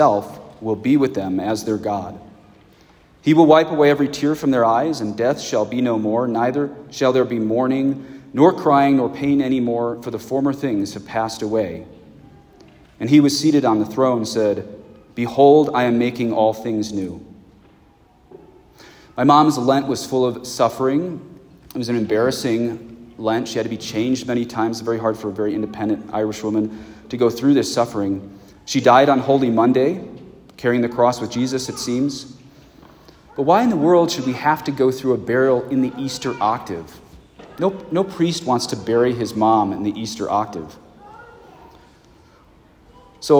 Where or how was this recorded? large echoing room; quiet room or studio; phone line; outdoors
large echoing room